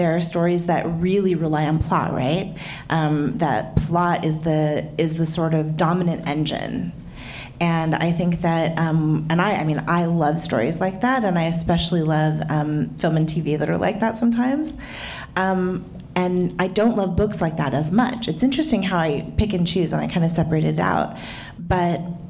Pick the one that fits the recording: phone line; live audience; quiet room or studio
live audience